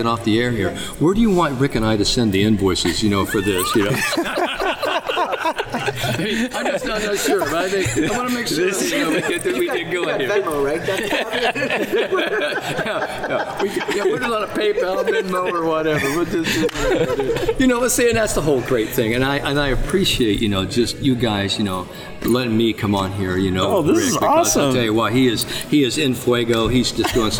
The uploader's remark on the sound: live at the PGA Show